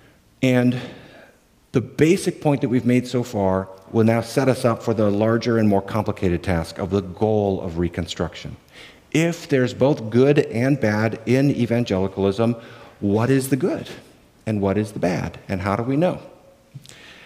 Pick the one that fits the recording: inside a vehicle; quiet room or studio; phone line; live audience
live audience